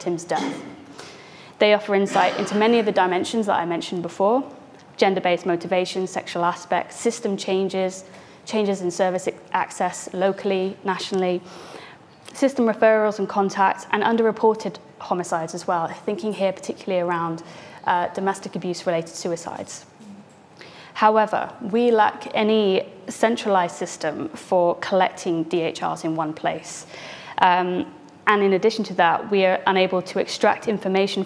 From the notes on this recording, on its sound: The speakers presented their work in an exciting, quickfire format. Each speaker had eight minutes, followed by eight minutes of questions from the audience.